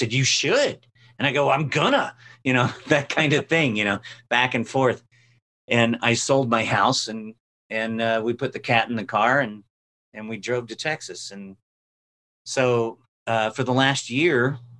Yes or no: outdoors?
no